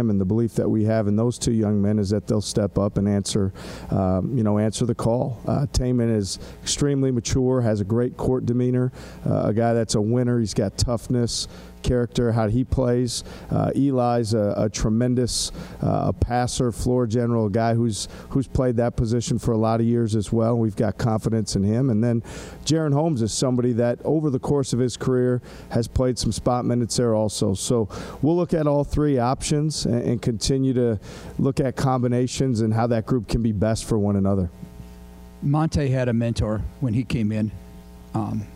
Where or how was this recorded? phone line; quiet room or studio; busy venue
busy venue